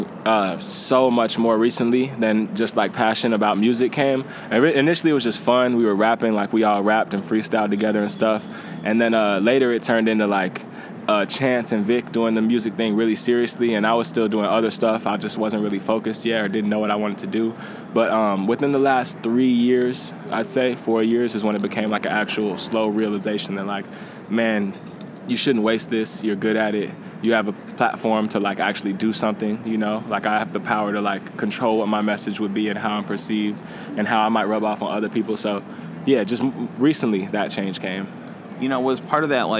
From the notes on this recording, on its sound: Recorded at SXSW 2016